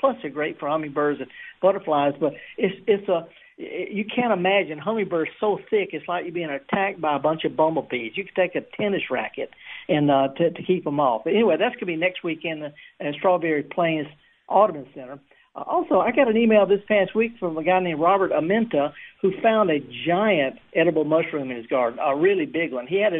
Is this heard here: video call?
no